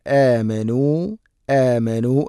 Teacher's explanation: ഹംസ തൊണ്ടയുടെ താഴെ ഭാഗമാണ് മഖ്റജ്.